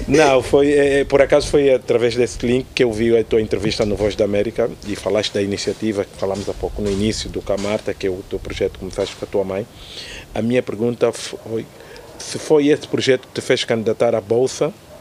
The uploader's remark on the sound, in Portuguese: Neste um episódio especial, gravado no terraço de um prédio nos Combatentes.